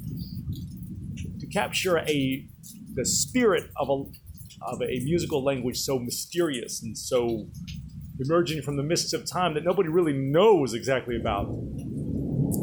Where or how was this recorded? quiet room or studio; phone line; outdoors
outdoors